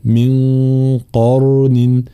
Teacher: في قوله تعالى وكم أهلكنا قبلهم من قرن، طبعا هنا من قرن، إعطاء القاف حقها من التفخيم، وكذلك راء ساكنة مسبوقة بفتح فإننا نفخمها